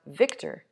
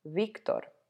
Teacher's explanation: The name Victor is pronounced Victor in English, whereas in Spanish, it's pronounced Victor. It's not quite a V, it's not quite a B, it's in between. · Shown in: second take